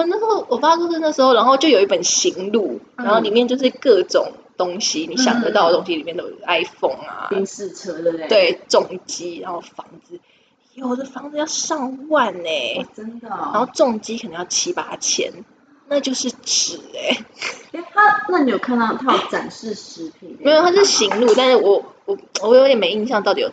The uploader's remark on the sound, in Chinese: 啊不知道是因為太久沒見面錄音所以設定有問題，還是一些冥冥中的因素(?)，錄完要剪的時候才發現音質超爆差。